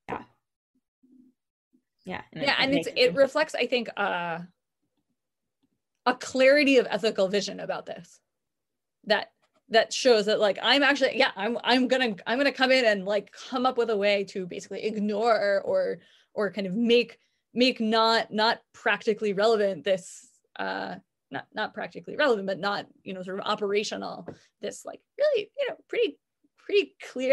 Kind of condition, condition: link, video call